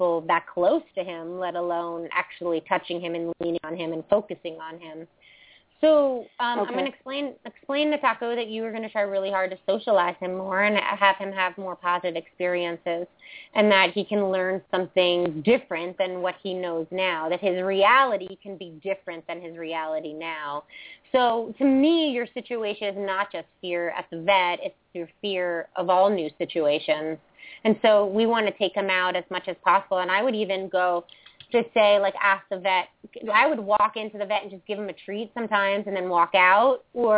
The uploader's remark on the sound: open up the lines for listeners to call